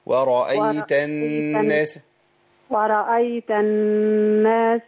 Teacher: ورأيت الناس النون عندي مشددة يبقى نغنها شوية